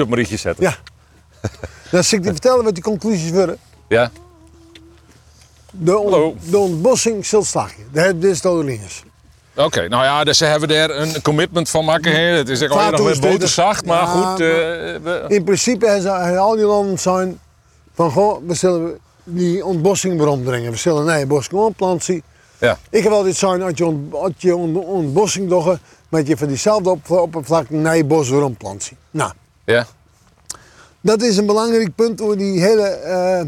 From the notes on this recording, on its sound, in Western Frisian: Op de pier yn Harns. Troch it plak fan de âlde misthoarn fan Harns en troch it radioljochtskip Jenni Baynton yn de Willemshaven.